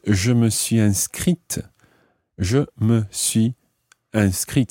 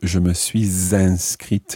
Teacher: pronouncing the final S of suis · Shown in: second take